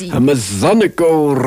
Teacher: I put a rolled R in there, even though it doesn't belong at all.